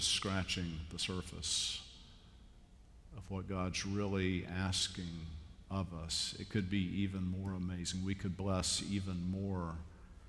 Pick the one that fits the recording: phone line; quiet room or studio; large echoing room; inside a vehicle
large echoing room